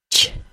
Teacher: This kind of sound is an affricate, which means that for a tiny bit, we stop all the air from leaving the vocal tract. Then, when we release the air, we do it with friction.